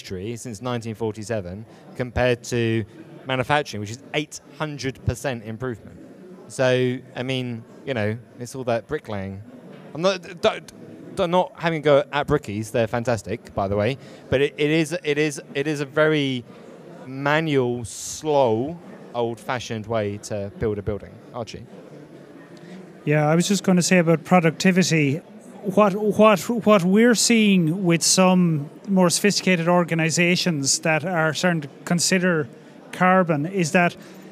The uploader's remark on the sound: Live from Dublin